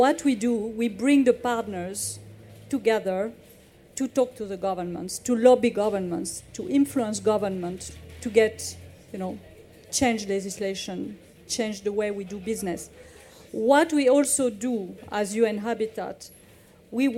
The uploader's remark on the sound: Recorded in partnership with DWF, live at EG's Pavilion at MIPIM 2023.